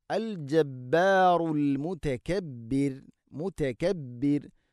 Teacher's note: റാഇനെ തർഖീഖ് ചെയ്യണം, നേർപ്പിച്ചുകൊണ്ട് ഉച്ചരിക്കണം.